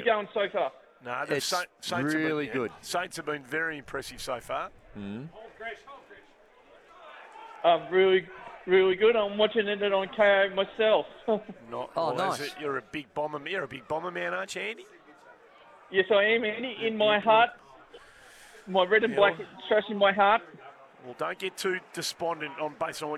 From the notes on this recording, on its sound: live from St Kilda v Essendon practice match